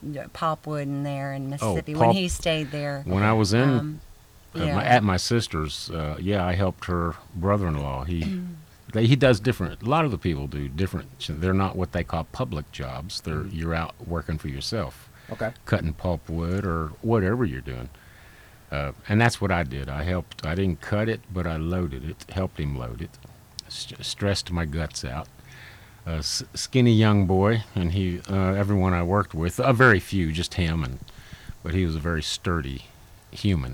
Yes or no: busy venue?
yes